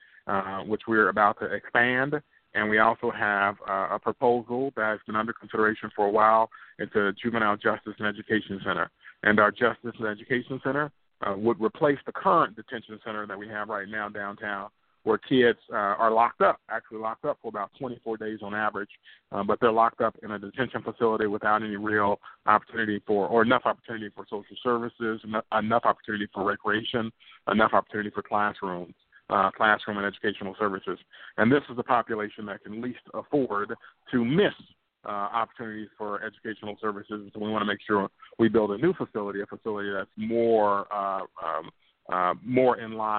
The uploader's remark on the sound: a live call in lifestyle show